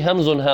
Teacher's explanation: يعني أسفل الحلق تخرج الهمزة والهاء